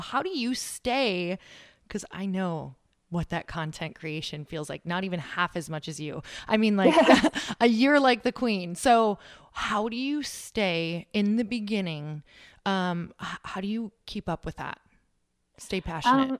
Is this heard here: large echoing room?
no